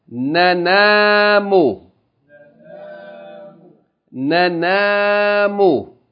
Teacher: Noon Fatta, short vowel. Noon Fatta Aleph, long vowel. Mim Dhamma.